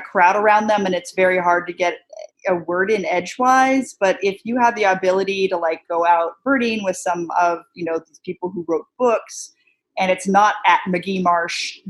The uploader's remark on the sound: roosting up in our Zoom